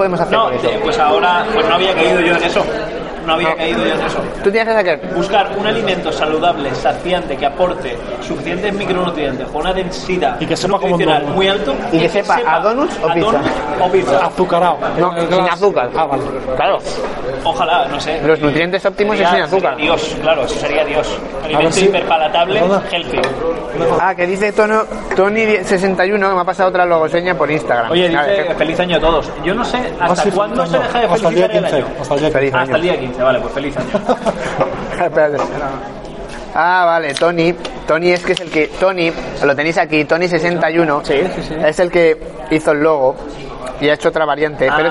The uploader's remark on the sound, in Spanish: Desde el Tarantin Chiflado, reunidos para comer y dialogar en directo con todo aquel que aparezca.